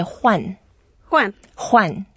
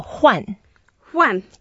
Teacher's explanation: it's a fourth tone. So when we pronounce it, we go down and as if it's we are very energetic and very cheery.